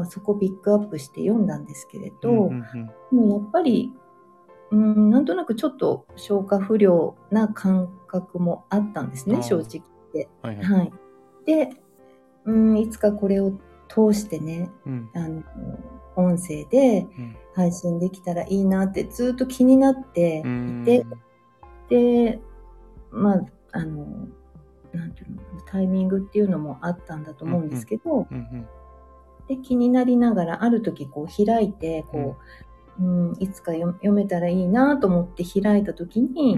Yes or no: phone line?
no